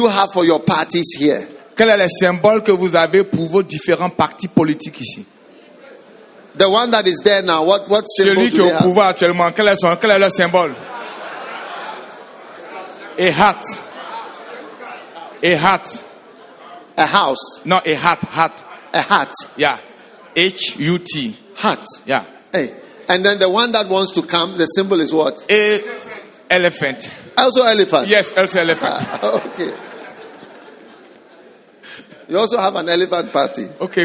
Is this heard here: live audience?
yes